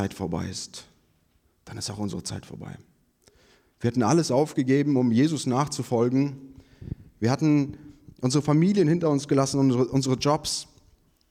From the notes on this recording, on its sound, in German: Predigt vom Gottesdienst